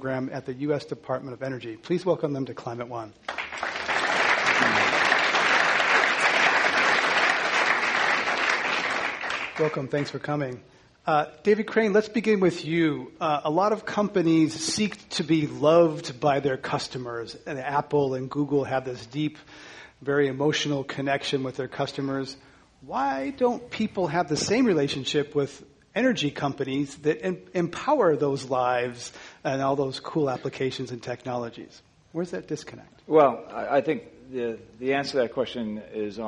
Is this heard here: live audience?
yes